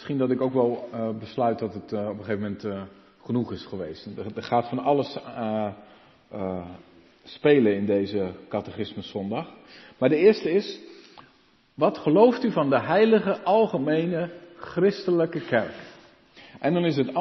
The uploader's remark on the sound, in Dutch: De preek is op 5 februari 2023 opgenomen in de Maranathakerk in Groningen